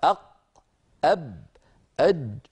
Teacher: الشديد بارك الله فيك يا أخي هو الذي ينحبس الصوت عنده انحباسا كاملا، كقولك أق أب أج ي، هذه الحروف صوتها مقفول تماما ولا تقبل جريانا البتة